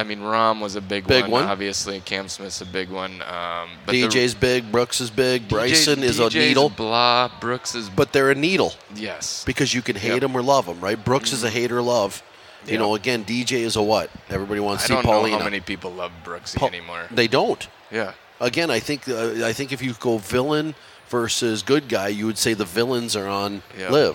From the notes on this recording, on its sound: LIVE from the Golf Show. 2024 Minnesota Golf Show!